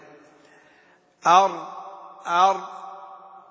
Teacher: ال تأتي من هنا إلى شيء من طرف اللسان، ال إلى مخرج النون. والراء فيها انحراف إلى ظهر اللسان وميل قليل إلى جهة اللام